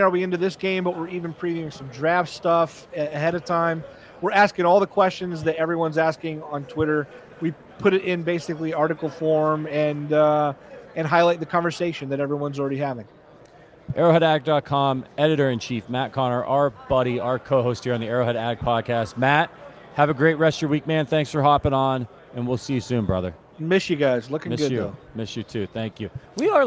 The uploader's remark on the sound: Live from Super Bowl LVIII